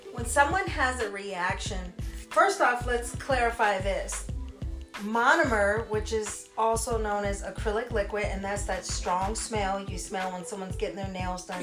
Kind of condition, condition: fault, poor microphone